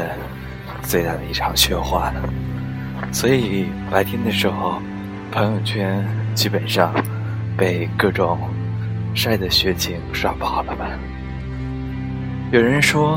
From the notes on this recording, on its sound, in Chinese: 这是被雪花调戏了的声音。边走边录。